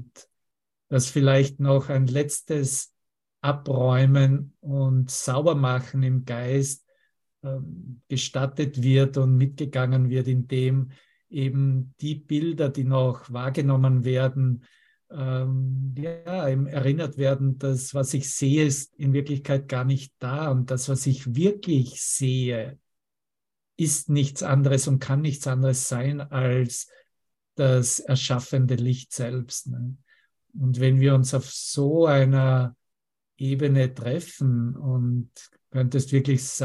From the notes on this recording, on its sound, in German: Zoom-Session. Veranstaltet von der Aleph Akademie.